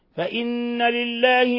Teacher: فإن نون مشدد تغن مقدار حركتين